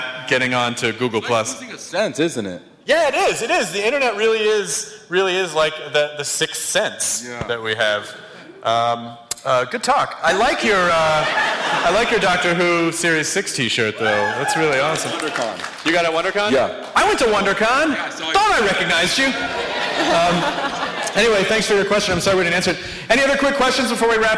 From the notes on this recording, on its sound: Recorded live at the California Academy of Sciences for SF Sketchfest! This was done in the African Hall amidst a collection of animal exhibits. Also, the audio is screwy. We only had access to docent head-mics and they don't record well.